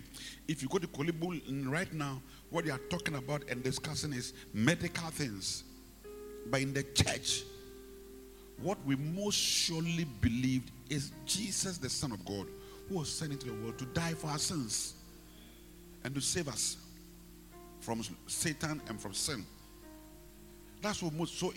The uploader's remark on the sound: Preached at the Rose of Sharon Cathedral, Catch the Anointing Centre Denominations, LA - Accra.